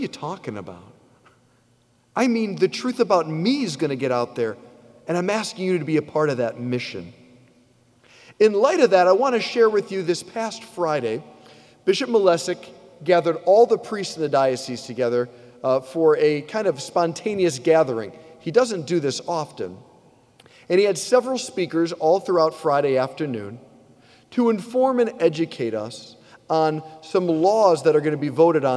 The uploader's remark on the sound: preached this homily on June 25, 2023 at St Basil the Great Catholic Church in Brecksville, OH